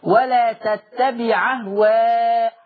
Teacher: باخد الحركة اللي على الهمزة دي واحطها للحرف الساكن اللي قبل منه فتبقى العين بقت هي اللي مفتوحة